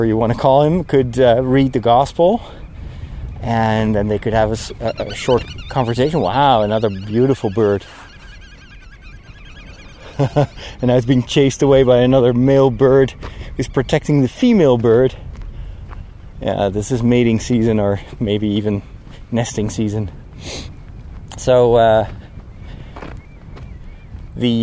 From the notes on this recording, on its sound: While walking through the unusually quiet countryside on a sunny day